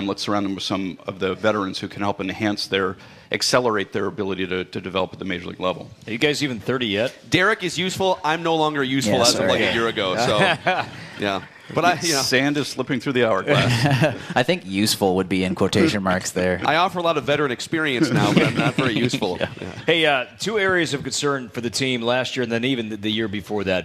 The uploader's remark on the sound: Live from TwinsFest